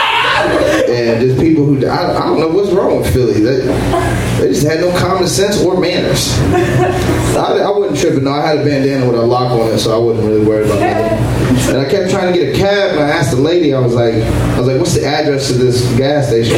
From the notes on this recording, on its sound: Live from Genuine Joe's